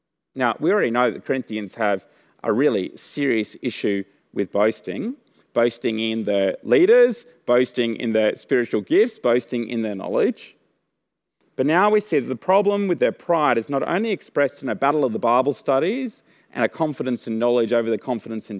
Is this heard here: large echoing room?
yes